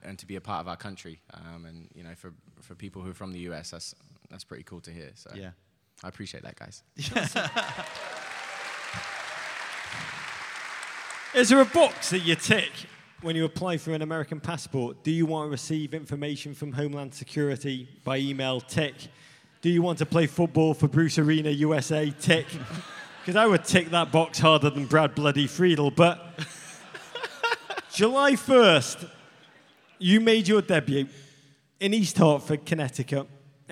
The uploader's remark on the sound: Live at MLS All-Star Week in Chicago. Live from Chicago's Harris Theater.